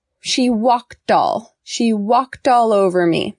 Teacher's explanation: And so the ED has a T ending, walked, walked, not walked, right? And so when it falls next to A in all, walked all, we connect those